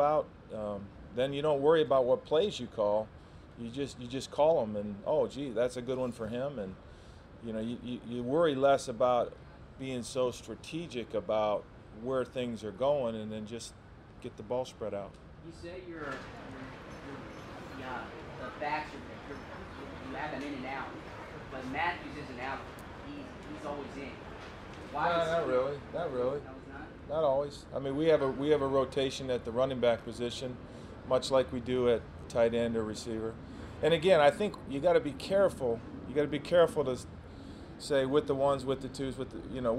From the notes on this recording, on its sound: press conference prior to Wednesday's joint practice